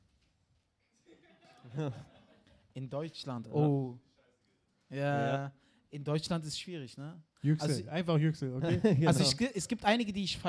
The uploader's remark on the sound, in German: Live aus dem Mad Monkey Room. Die erste Live Folge von Mic Drop, die vor Publikum im Mad Monkey Room in Berlin aufgenommen wurde!